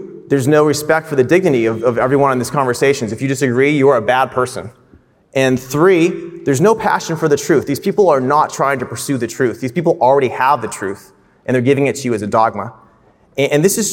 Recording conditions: live audience